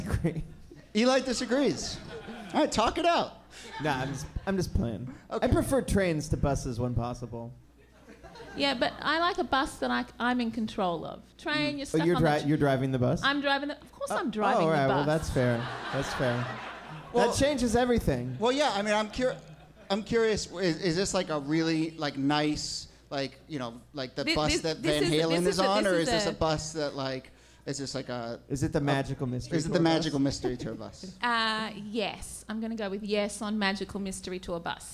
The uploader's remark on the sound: Ask Roulette is the conversation series in which strangers ask each other questions live on stage. This excerpt is from our recent show at Housing Works Bookstore in NYC.